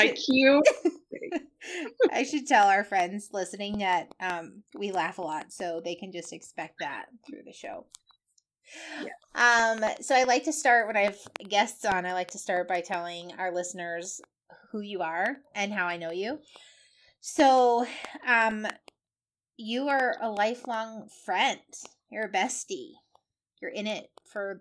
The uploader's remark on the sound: We apologize for the poor sound quality of this episode. Computer issues happened, but the conversation was too fun to scrap!